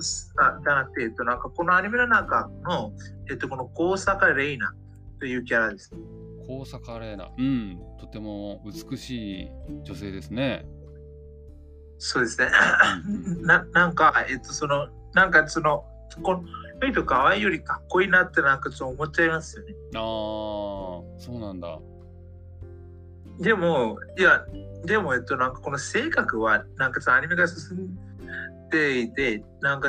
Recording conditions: poor sound quality